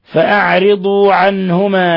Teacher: نون ساكنة جاء بعدها الهاء إظهار حلقي